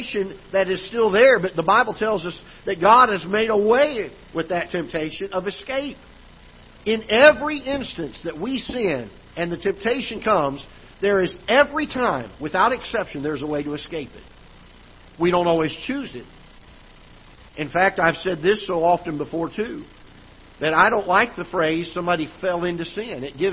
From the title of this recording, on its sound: Ketha Heights Baptist Church ~ Live Broadcast